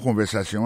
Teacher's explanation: accent tombé sur avant-dernier syllabe là